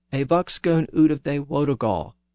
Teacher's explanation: the southern pronunciation of F as V